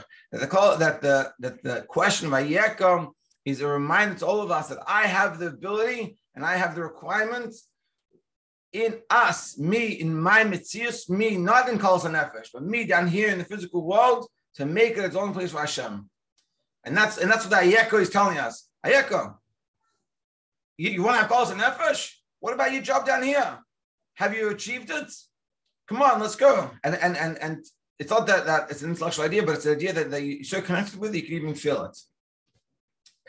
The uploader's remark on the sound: Daily Zoom Shiur